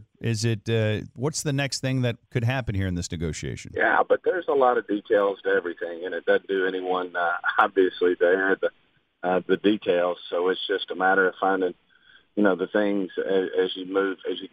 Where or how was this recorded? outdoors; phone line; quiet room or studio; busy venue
phone line